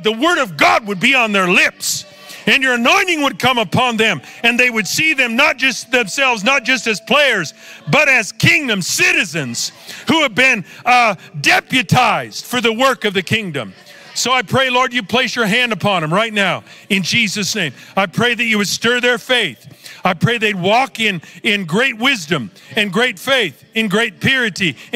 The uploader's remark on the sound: Recorded Live at Capital Church in Meridian, Idaho